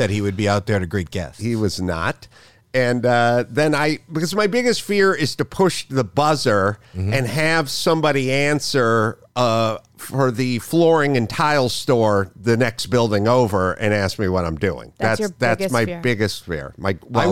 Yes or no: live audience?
no